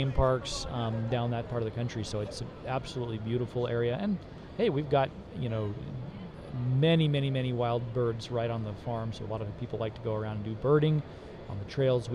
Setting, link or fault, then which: setting, busy venue